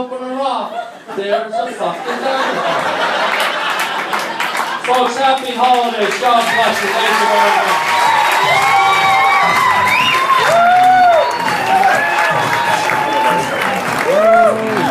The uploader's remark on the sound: Does LIVE stand up. Plays one of his short stand up sets from the Improv.